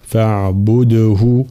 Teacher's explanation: الدال طبعا في كلمة فاعبده مقلقلة بين مضمومين